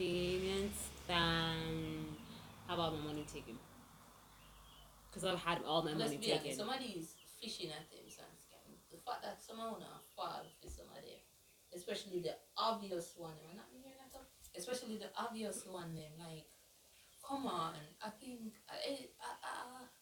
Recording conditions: poor sound quality